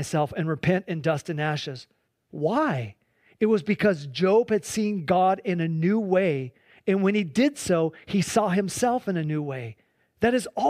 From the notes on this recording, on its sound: Please enjoy this Sunday church service livestream